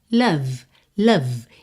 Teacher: Bom, o E não é pronunciado. E o O não é um O caprichado, gordinho, redondinho.